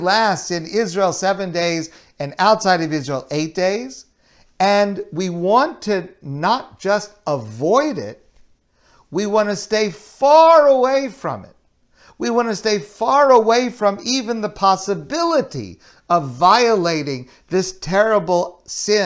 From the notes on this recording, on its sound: Delivered at Kollel Torah Mitzion